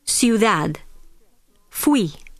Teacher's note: The two weak vowels, I and U, can also combine to form a diphthong. In this case, the second vowel usually receives the stress.